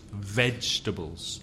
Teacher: How many syllables? 3, right? 3. Vegetables. The first syllable is stressed.